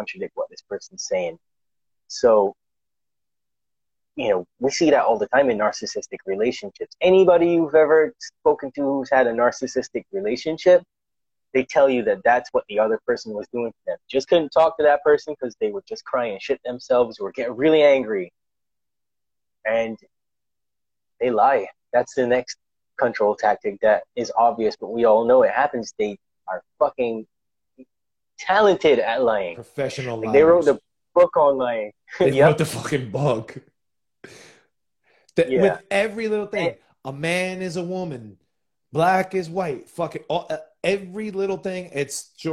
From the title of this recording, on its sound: LIVE on Instagram